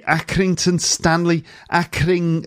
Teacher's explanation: R sounds uh, in words are replaced by this alveolar tap.